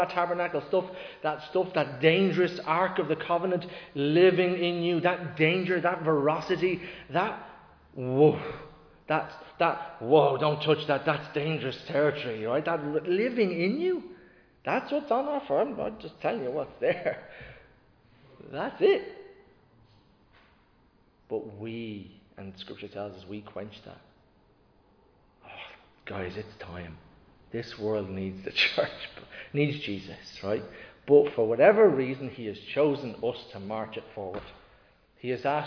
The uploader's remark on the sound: Recorded live in Liberty Church on 6th November 2022